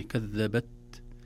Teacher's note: كلمة كذبت، التاء ساكنة، والتاء حرف شديد بمعنى لا يقبل أن يمط زمنه، ينحبس في مخرجه. كذبت، لكن لو لم نظهر له همسا يسيرا بخروج بعض الهواء لماتت التاء تماما، لم نسمعها.